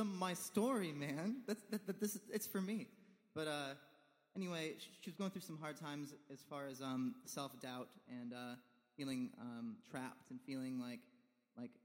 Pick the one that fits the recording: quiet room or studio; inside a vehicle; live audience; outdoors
live audience